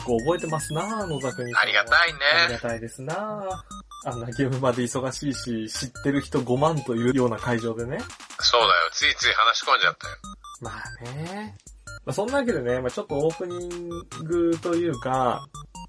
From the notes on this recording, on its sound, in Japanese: 相変わらずのスカイプ収録のため、音質は残念です！